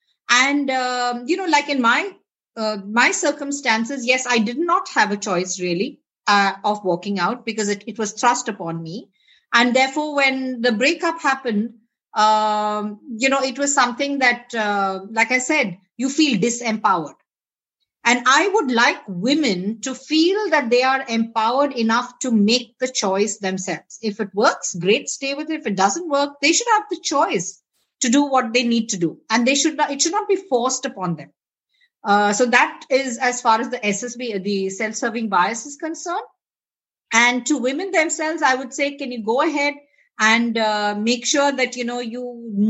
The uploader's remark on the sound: Virtually recorded.